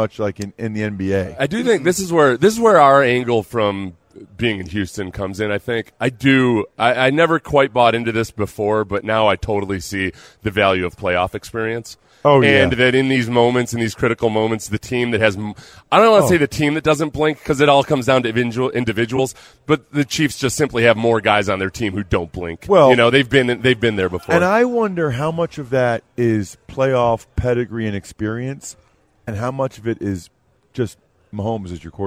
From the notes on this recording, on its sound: live at Radio Row in Las Vegas